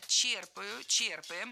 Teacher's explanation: Во всех формах этого глагола ударяем первый слог.